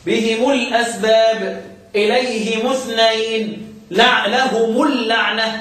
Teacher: ضم بدون صله للتخلص من التقاء الساكنين